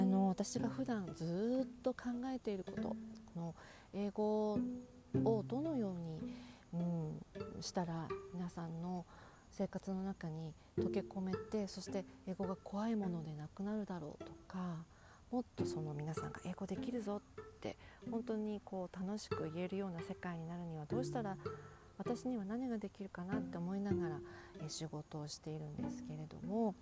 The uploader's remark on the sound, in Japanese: BGMはカラスの鳴き声!?初めて戸外で録音してみました。音が小さいです！！！ボリュームUPしてお聴きください。カラスが鳴いてたり、蝉が鳴いてたり、蚊にかまれたりしています(笑)。